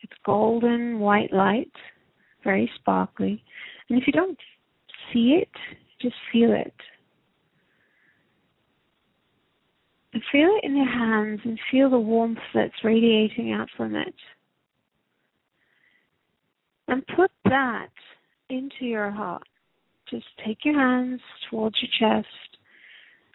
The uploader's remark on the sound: Takes your calls for healing live today!